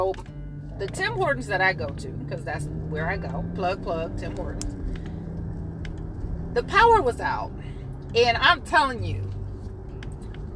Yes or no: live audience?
no